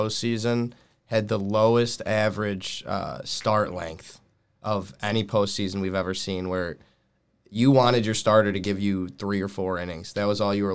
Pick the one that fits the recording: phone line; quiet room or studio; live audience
quiet room or studio